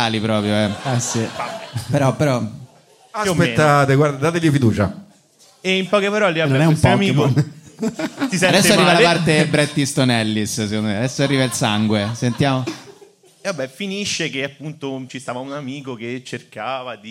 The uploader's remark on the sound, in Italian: Registrato live al Monk di Roma. Con molteplici aneddoti del pubblico.